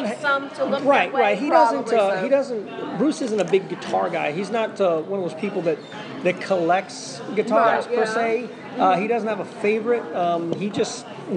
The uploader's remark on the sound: This mini episode was recorded in the House of Blues in downtown Dallas